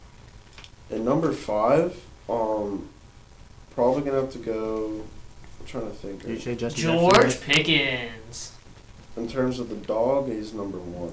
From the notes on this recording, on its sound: AUDIO WARNING